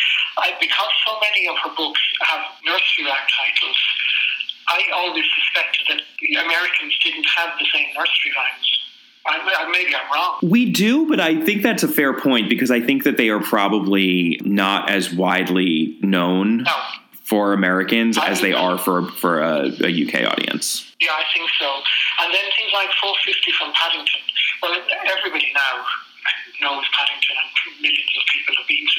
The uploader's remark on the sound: Despite some sound quality issues